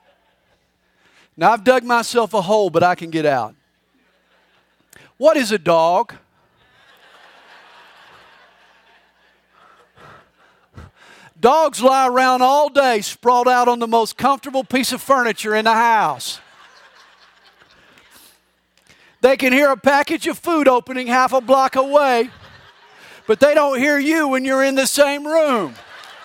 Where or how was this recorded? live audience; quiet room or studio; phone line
live audience